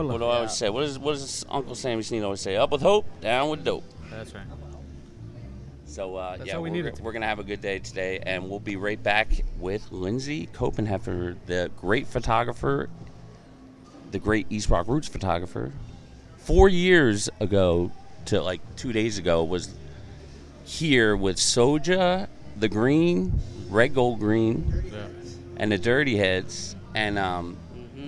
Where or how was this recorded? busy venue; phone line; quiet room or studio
busy venue